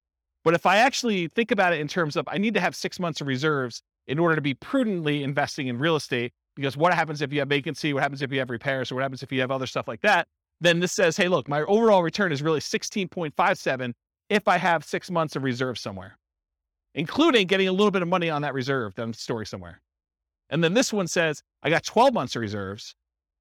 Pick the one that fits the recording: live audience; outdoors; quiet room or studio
live audience